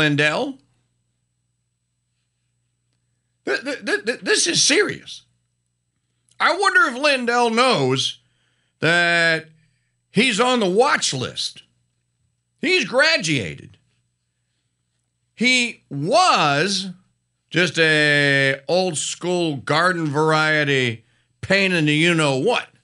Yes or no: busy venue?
no